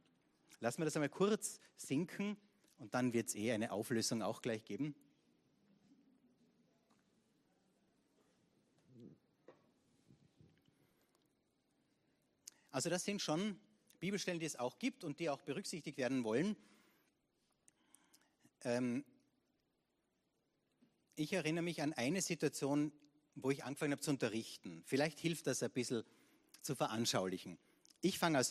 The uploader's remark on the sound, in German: Gottesdienst live aus der LIFE Church Wien.